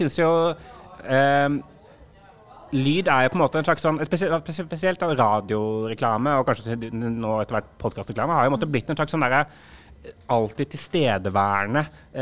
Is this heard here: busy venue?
yes